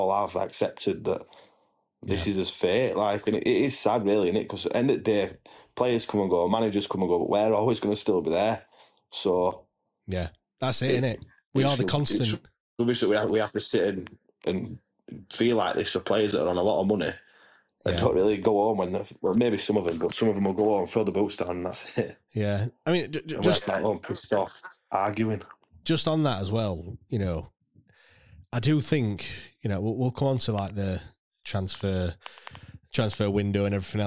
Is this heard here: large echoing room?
no